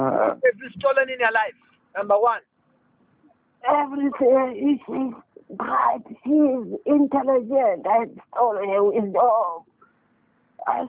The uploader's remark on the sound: Deliverance in Botswana over the phone in JESUS NAME.